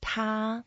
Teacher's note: it's the first tone, so we keep it flat.